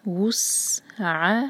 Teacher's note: ہم پڑھیں گے وسعھا، عین کو عین بنا کر حمزہ نہیں پڑھیں گے اس کو